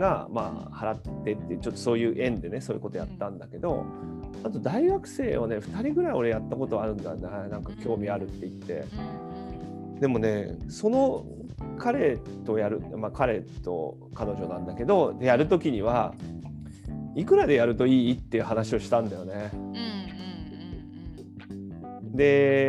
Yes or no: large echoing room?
no